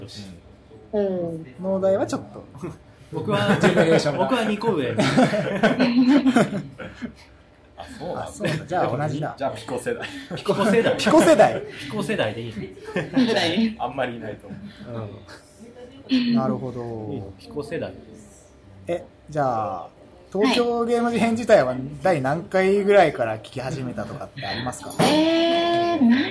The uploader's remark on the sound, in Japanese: 公開収録＆生放送